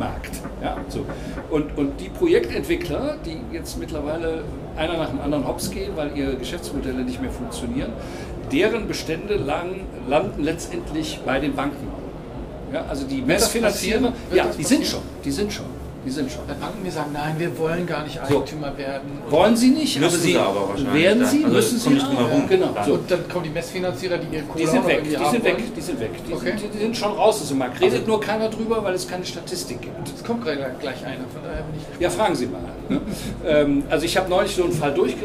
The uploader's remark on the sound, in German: Der Expo Real Live-Podcast. Herausgekommen ist ein Live-Podcast, der das Messegeschehen so wiedergibt, wie es sich für eine Messe gehört. Aufnahmegerät auf den Tisch, auf "Aufnahme" gedrückt und Tacheles gesprochen.